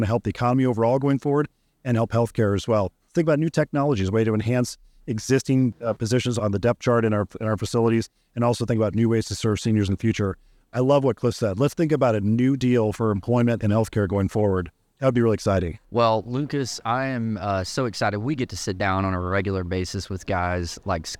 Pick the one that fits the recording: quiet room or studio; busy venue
busy venue